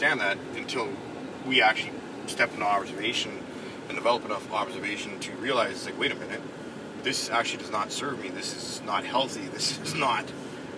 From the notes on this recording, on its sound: recorded on the car ride home from a few hours of R&R at a local beach